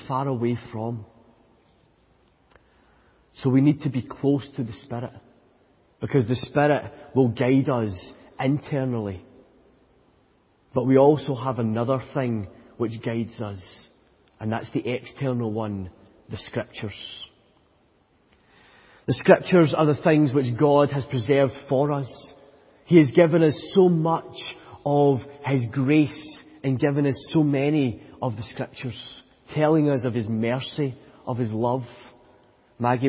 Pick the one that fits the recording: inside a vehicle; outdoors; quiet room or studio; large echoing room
large echoing room